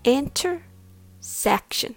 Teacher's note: The first part starts with in, and then ter, enter, enter. The second part starts with se, and then kshin, kshin, like sneezing, kshin. Intersection.